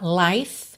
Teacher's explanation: Esse I também é o I longo aberto, com som de ditongo, aí, tá? Life.